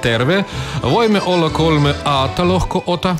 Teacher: Слова произносятся не торопясь, и все ударения приходятся на первый слог.